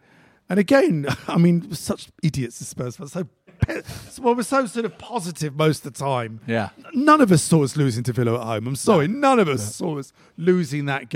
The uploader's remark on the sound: Are joined by a live audience in N17.